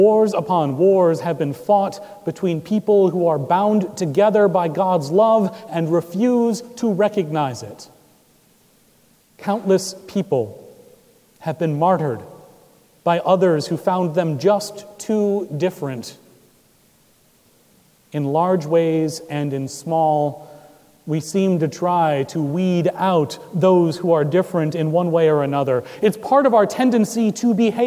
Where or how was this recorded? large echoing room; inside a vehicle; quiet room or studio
large echoing room